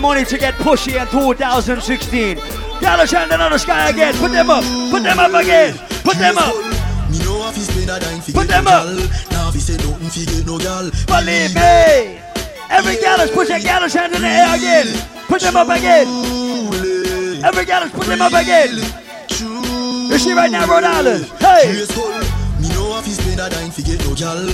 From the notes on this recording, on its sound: Live party juggling audio from Fete Fridays in Providence, RI